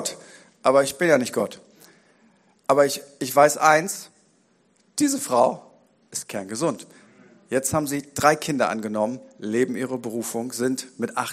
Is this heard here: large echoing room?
yes